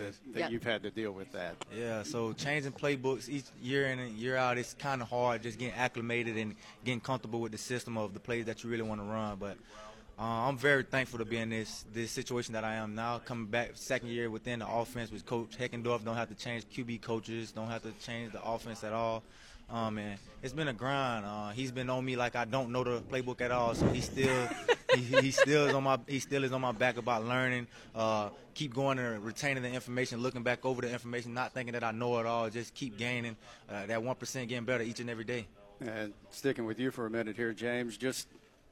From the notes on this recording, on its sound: The Workday Redzone from Sun Belt Media Days. Live from Sun Belt Conference Media Days in New Orleans.